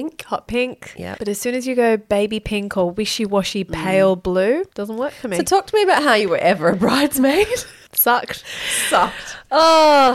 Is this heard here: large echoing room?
no